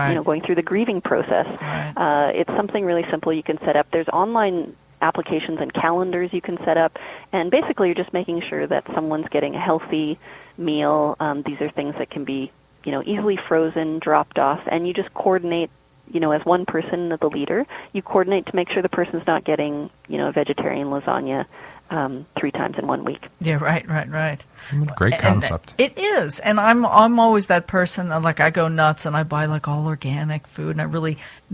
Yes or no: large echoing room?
no